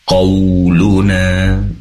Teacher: Qauluna ada waw didahului oleh fathah, tentunya mad layyin dibaca lunak. Qau pastikan waw dimunyungkan ke depan kedua bibir. Qauluna, nah di sini juga mad tabi'i dua harokat.